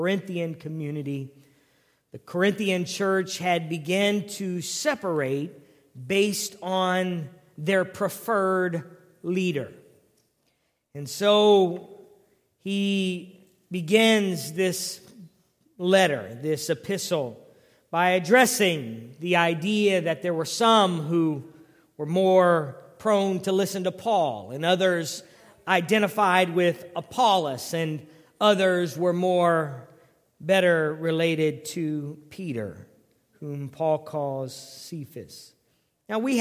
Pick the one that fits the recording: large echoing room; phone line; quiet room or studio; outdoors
large echoing room